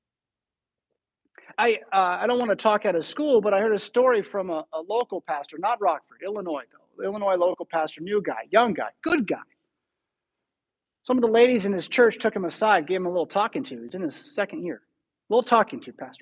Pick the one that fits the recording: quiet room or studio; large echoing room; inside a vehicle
large echoing room